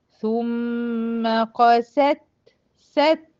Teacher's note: ثم قست ست القاف لا تؤثر على ايه ترقيق السين او التاء